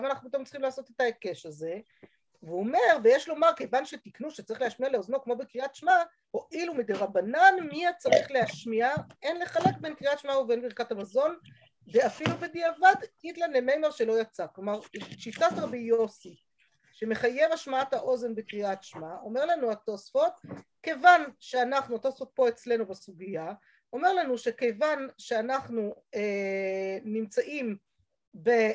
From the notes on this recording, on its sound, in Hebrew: השיעור הועבר והוקלט בזום